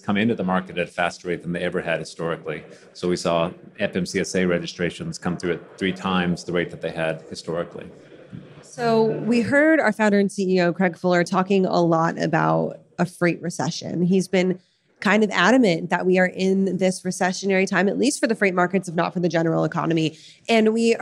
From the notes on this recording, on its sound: in this fireside chat on day 1 of F3 2022